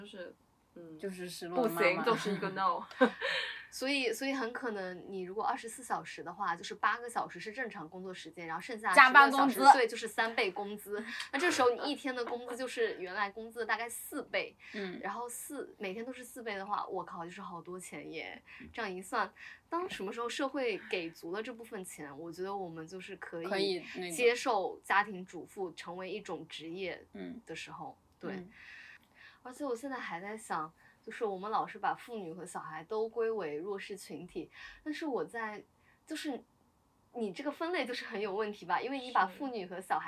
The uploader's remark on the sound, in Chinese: 由于开录之前喝了一点酒，本期节目有尖叫、大笑以及录音失误带来的叽里咕噜。中间有尖叫记得调小音量。